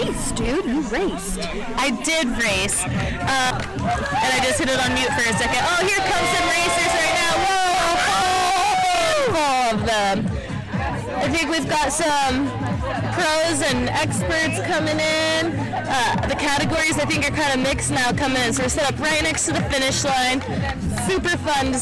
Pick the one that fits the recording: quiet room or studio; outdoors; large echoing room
outdoors